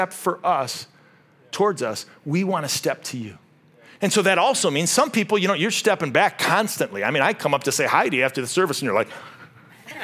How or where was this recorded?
large echoing room